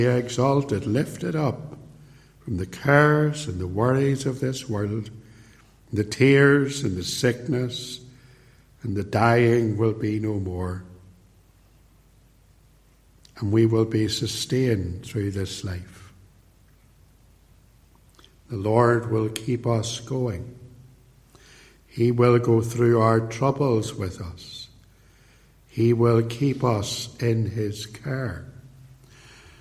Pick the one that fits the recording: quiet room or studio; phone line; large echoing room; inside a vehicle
large echoing room